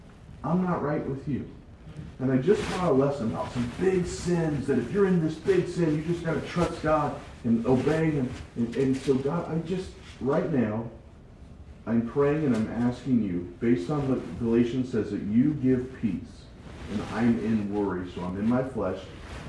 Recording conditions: poor sound quality